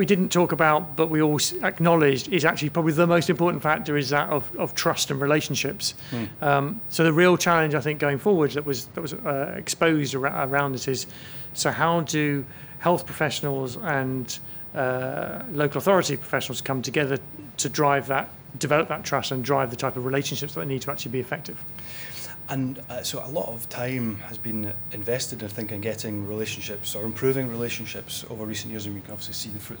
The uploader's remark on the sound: Cipfa Conference Special: 2017. The podcast contains a series of interviews, conversations and vox pops with speakers and delegates from the conference which capture insight and interesting snapshots from the event.